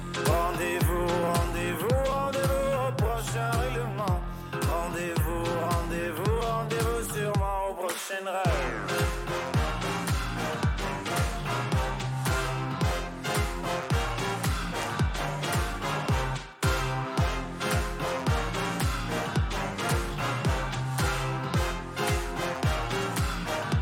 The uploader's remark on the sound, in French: depuis le Festival Francofaune